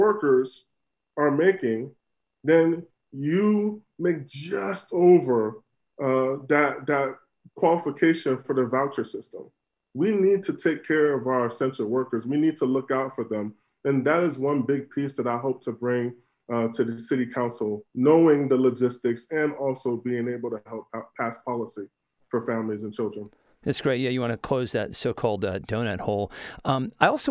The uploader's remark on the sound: Join us for this conversation that was recorded live on Zoom.